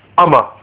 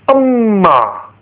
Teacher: So as you can see, it gives the double consonant effect. So what's happening is that the meme is then doubled. · Shown in: second take · So the first one is with a sukoon, and the second one has the whatever, if in this case it's called a tanween, meaning dhammatain. · Term: tasdeed